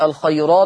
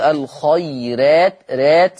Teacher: حفص يقرأ ويقول الخيرات بتفخيم الراء ولكن ورش يقرأ بالترقيق لأن والسبب لأنها مفتوحة ومسبوقة بياء لينة يبقى قرأ ورش بترقيق · Term: ترقيق الراء